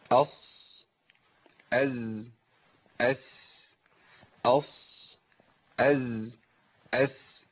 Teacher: بيخرجوا من طرف اللسان، طرف اللسان ده مع ما بين اطراف الثنايا العليا والسفلى، اقرب للسفلى. · Term: الصفير